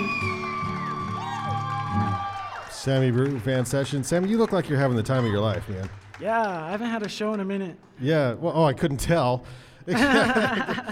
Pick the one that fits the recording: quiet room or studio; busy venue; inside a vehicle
busy venue